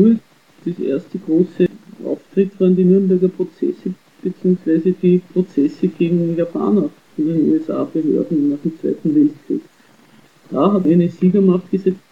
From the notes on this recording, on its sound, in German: Die Aufnahmequalität ist leider nicht besonders gut